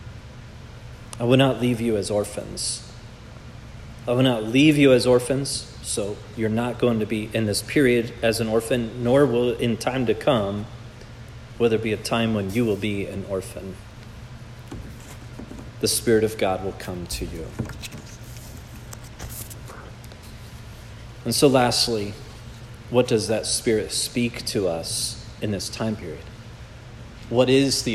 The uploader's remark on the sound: This message was preached at Providence Church.